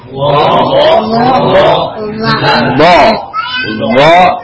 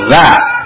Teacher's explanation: Yang la sama lo itu yang satu rumah, ya, satu tempat, satu makhraj, tapi beda, beda sifat. Yang lo ada isti'la, lidahnya naik, ya. Kalau la dia istifal.